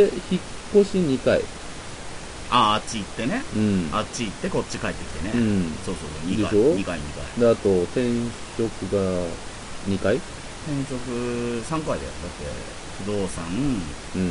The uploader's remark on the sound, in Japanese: 久しぶりの録音環境と編集。ちなみに音質とサー音が入っているのは、録音環境が悪いからです。